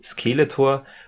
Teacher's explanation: er betont die erste Silbe. Das erste E so ein bisschen länger. So ganz klassische deutsche Betonung.